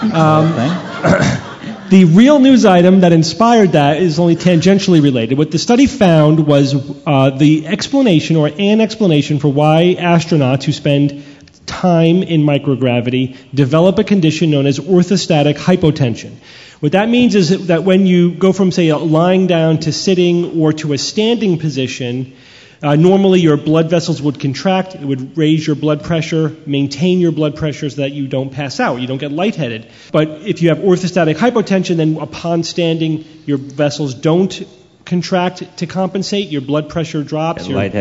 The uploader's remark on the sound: Live From CSICon 2012. Live Q&A.